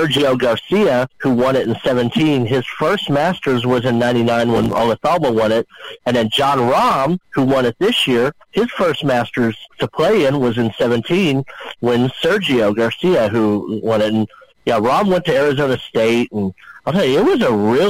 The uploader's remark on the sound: take your live calls